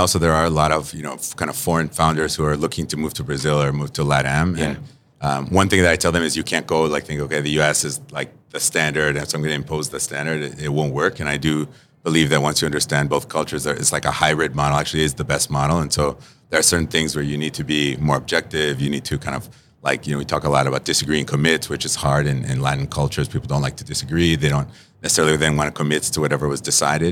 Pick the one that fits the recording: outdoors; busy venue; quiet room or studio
busy venue